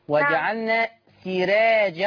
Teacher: ورش يرقق الراء المفتوحة المصبوغة بكسر.